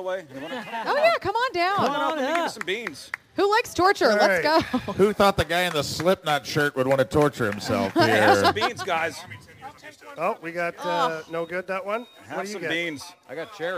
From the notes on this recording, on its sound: live at Scott Airforce Base